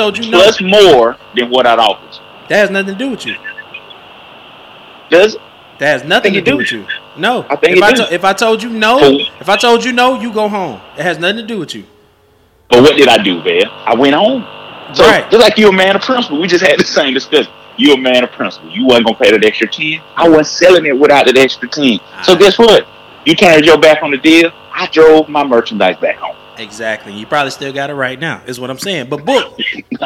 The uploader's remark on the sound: make phone calls to random people in there call log